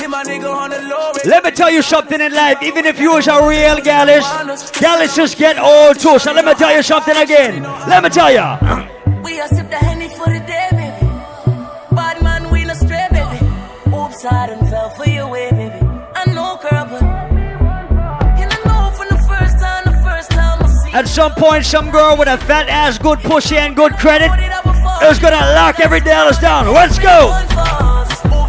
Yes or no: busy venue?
yes